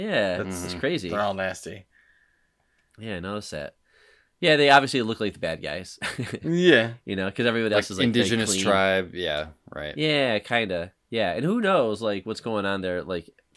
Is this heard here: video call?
no